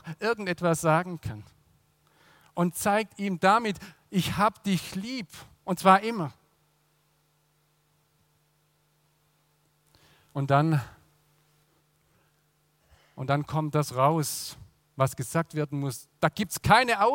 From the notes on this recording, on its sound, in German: aus dem Classic-Gottesdienst der Missionsberg-Gemeinde (Liebenzeller Mission)